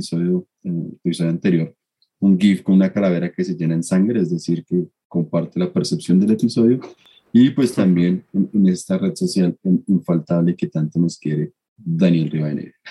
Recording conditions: video call